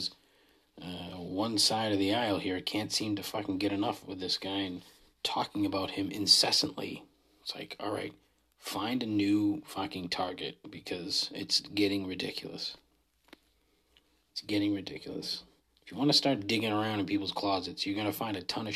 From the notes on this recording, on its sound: Giving a bonus Not An Episode after a couple mezcal old fashioneds and recording on my phone. I have little confidence in how this will turn out.